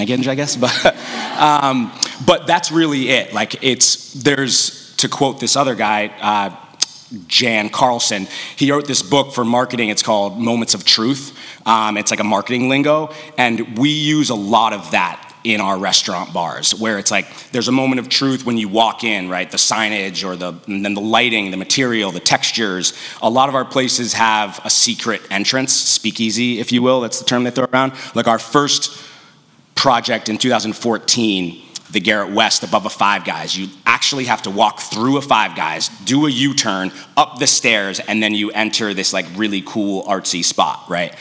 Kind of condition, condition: setting, live audience